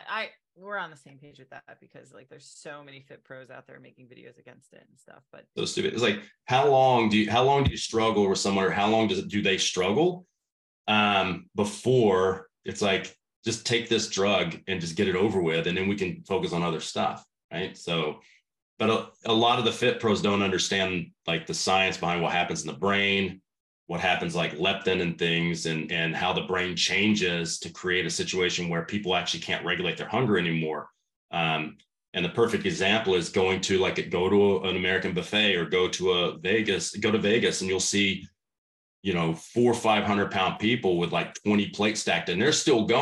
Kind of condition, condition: link, video call